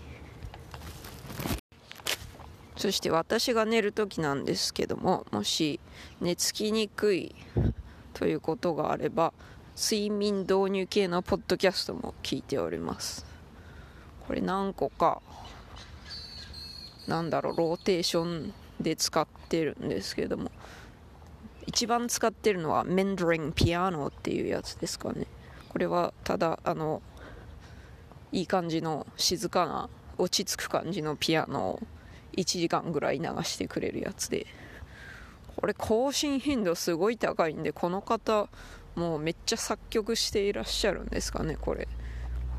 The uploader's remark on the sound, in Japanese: 骨伝導ヘッドホンでPodcast Addictな日々。犬の散歩をしながら収録しました。